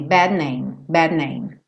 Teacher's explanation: O meu D já se transforma num N.